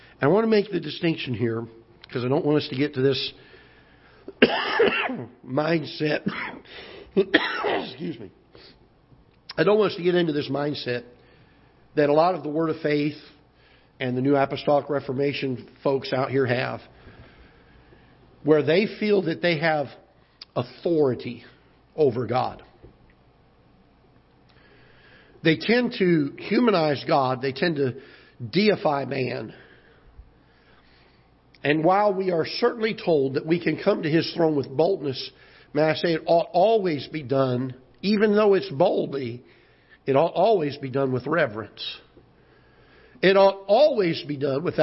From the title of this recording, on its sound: Ketha Heights Baptist Church ~ Live Broadcast